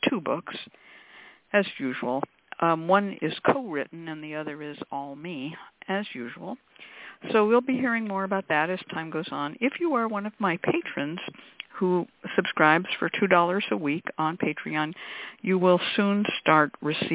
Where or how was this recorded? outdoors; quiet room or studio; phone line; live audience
phone line